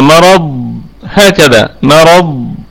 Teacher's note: طيب، قلنا نقف على مرض هكذا، مرض نقف عليها بصفة الاستطالة طبعا بالسكون، وجه واحد بالسكون، لكن نظهر صفة الاستطالة في الضاد، وهذه صفة تميز حرف الضاد عما سواه.